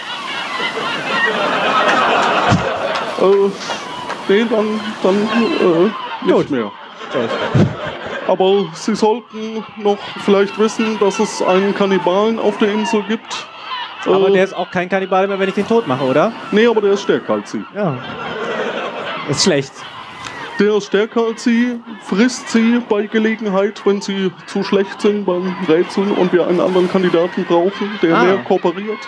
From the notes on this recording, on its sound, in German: 33c3-sendezentrum. Eine Kandidat:in aus dem Publikum kämpft live um ihr überleben.